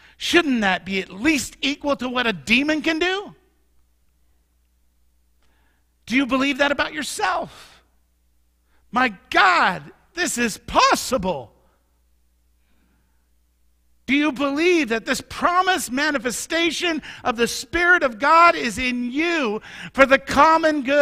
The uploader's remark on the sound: Mt. Zion Church Live!